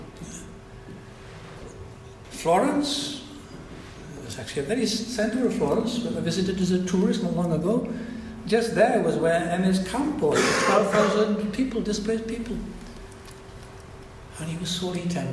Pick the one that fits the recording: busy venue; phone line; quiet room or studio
busy venue